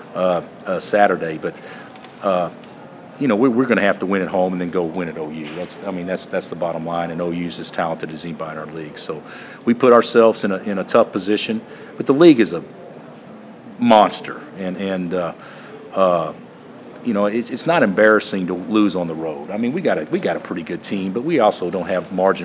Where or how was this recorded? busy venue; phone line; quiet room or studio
busy venue